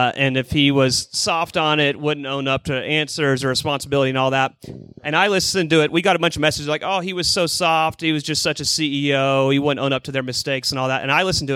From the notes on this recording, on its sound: THE LIVE SHOW. Live from the Skratch Labs Cafe!